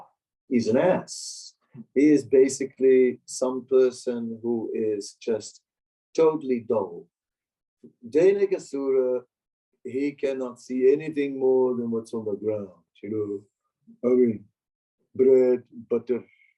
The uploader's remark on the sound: Zoom Meeting. Amsterdam.